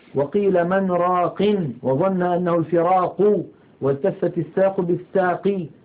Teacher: عندما وقف عليها سكنت هذه القاف سكونا عارضا بسبب الوقف، وبالتالي صارت حروف قلقلة